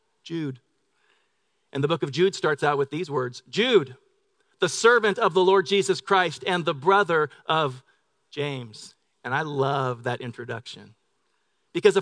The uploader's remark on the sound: Delivered on 25 November 2018 at Grace Church of La Verne. Delivered on 25 November 2018 at Grace Church of La Verne.